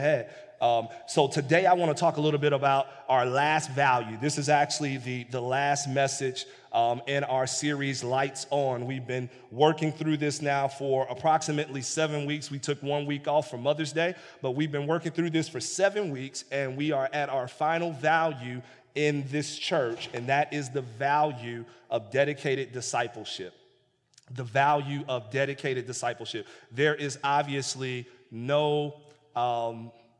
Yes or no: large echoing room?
yes